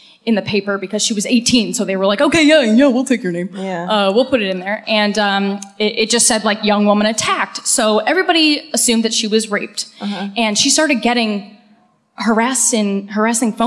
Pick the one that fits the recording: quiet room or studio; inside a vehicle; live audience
live audience